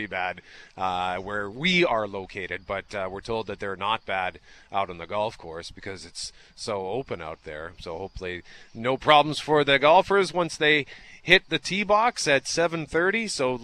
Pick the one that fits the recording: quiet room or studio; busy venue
busy venue